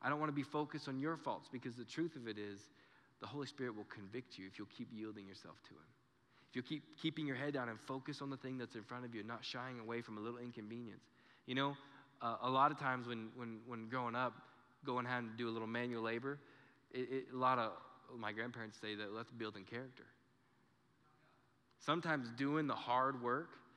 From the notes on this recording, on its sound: Recorded live during our Sunday morning service